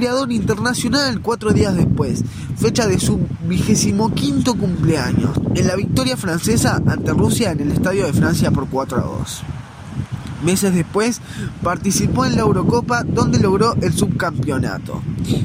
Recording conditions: wind noise